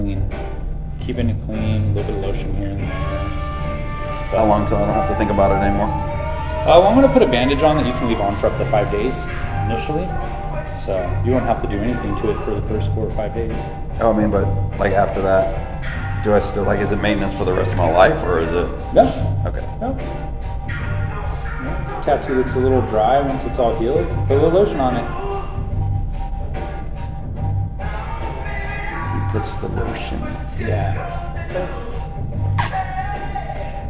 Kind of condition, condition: fault, background noise